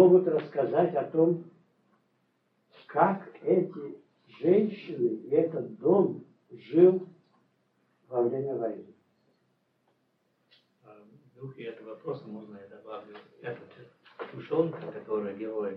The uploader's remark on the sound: as part of a class lecture at KU in February of 1990